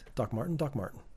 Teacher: that is the North American flap T, because I don't actually say T sounds